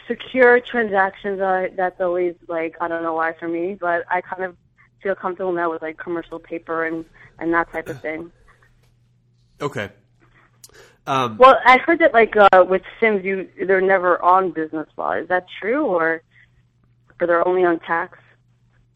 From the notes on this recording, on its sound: Live Calls from CPA Candidates.